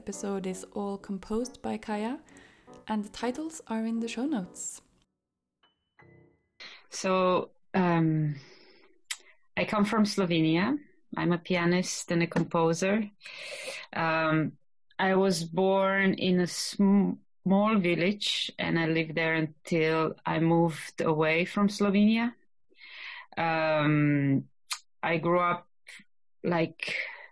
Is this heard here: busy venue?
no